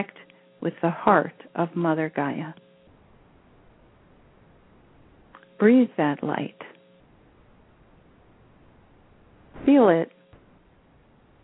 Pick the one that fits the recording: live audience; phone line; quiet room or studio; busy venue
phone line